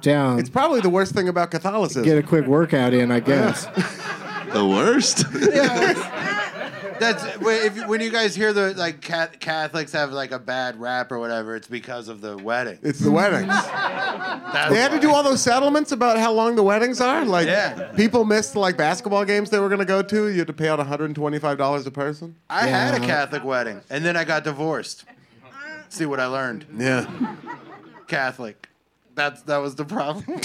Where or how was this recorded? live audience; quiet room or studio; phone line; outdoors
live audience